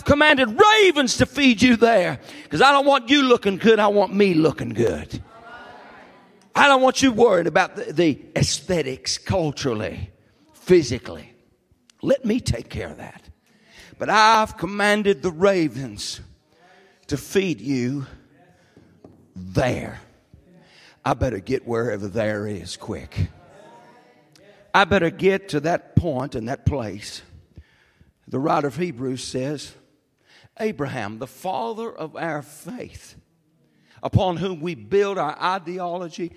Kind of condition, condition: setting, large echoing room